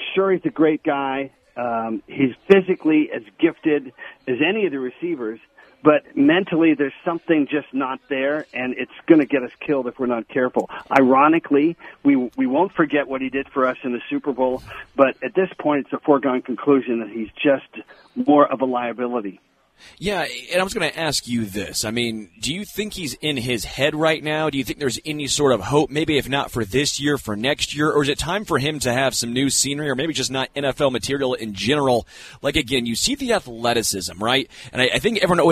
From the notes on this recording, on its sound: LIVE from Hollywood Casino!